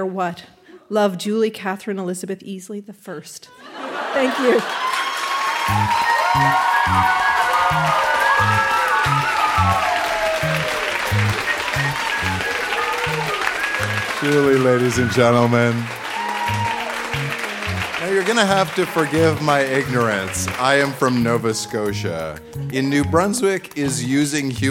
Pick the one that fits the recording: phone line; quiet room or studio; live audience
live audience